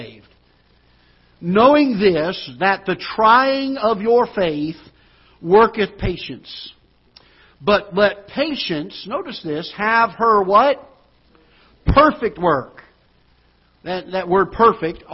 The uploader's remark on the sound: Ketha Heights Baptist Church ~ Live Broadcast